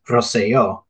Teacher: the rolling R of Rosello in Spanish